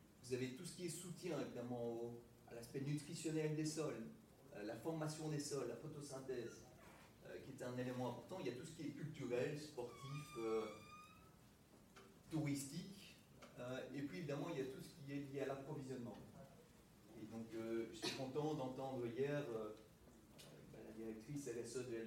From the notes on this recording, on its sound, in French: Veuillez nous excuser de la qualité sonore de cet enregistrement, il y a eu un problème de micro ne relevant pas de notre responsabilité.